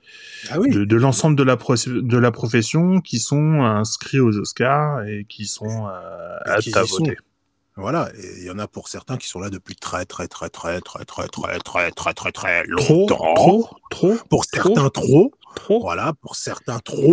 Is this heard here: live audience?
no